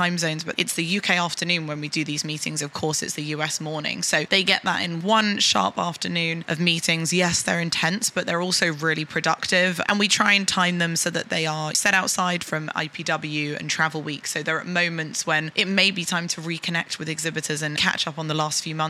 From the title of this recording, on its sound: Live From IPW